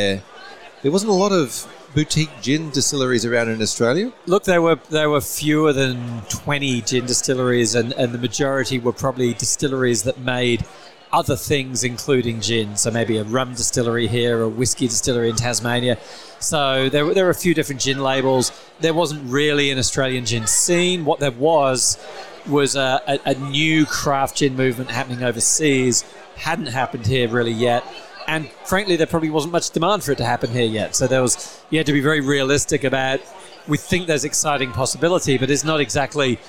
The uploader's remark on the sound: Recorded at the 2022 FPA Professionals Congress